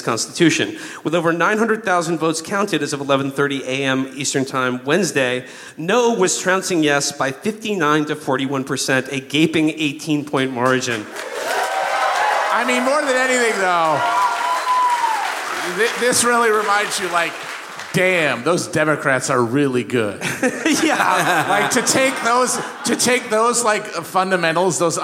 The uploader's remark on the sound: Live from the Aladdin Theater in beautiful Portland, Oregon!